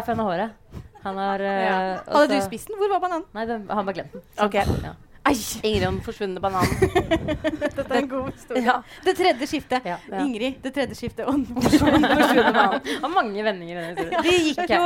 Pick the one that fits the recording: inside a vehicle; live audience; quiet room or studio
live audience